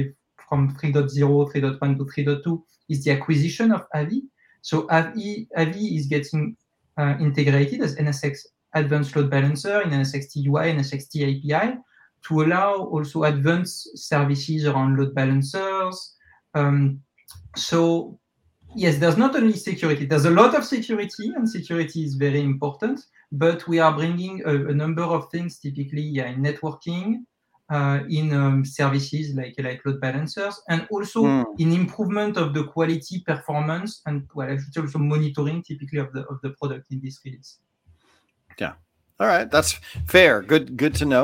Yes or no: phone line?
no